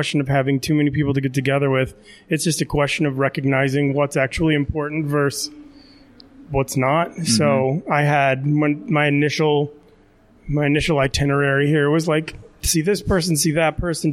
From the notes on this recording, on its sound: Live from the Comedy Castle bar